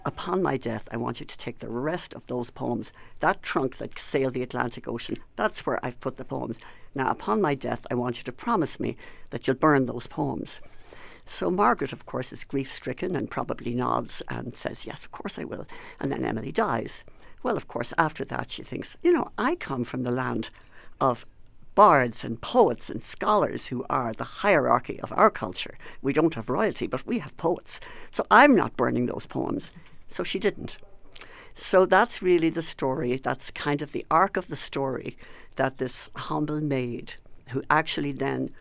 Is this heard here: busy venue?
no